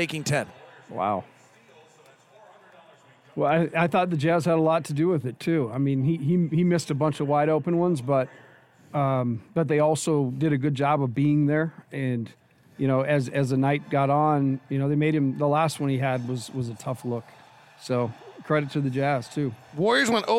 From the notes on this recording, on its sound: Postgame press conference audio